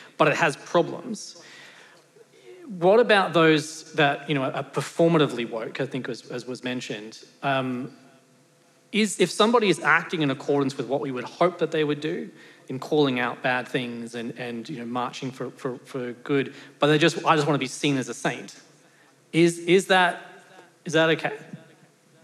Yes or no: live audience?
yes